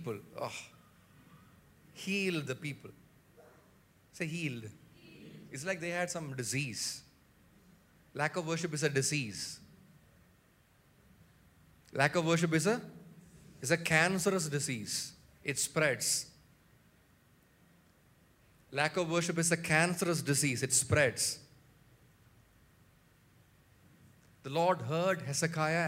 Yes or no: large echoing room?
yes